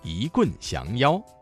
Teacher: 一字在四声字前变成了二声 · Term: 语流音变